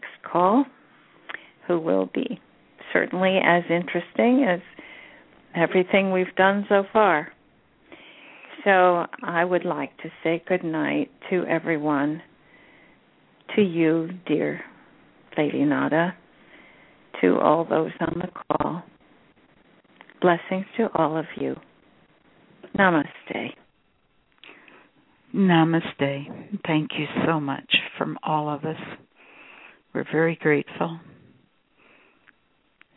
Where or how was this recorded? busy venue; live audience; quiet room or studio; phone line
phone line